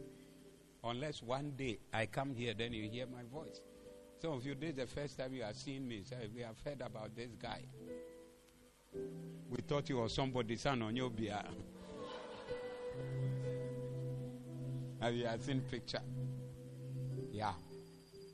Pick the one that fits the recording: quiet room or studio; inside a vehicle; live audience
live audience